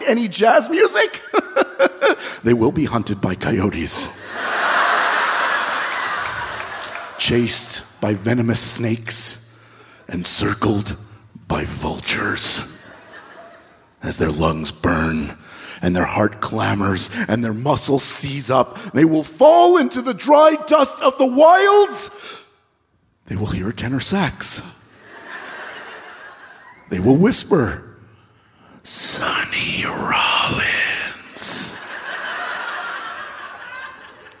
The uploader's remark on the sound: An excerpt from our latest live show recording